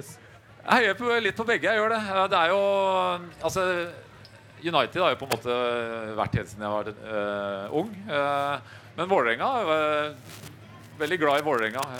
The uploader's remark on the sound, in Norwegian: Fra ukens supportreff i Oslo, der vi var invitert av den norske supporterklubben. Lyden på opptaket er ikke 100%, så det beklager vi.